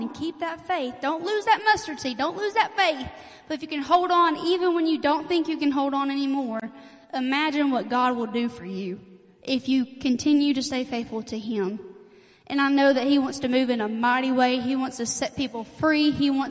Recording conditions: live audience